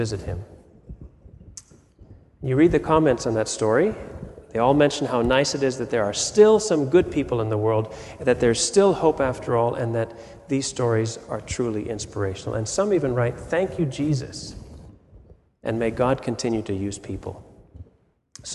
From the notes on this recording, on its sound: Sermon audio from FIBC Copenhagen